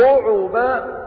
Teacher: قرأوا رعبا بضم العين هكذا